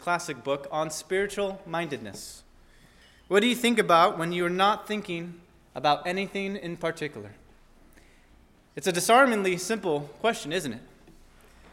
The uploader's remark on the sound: at First Baptist Church in Delphi, Indiana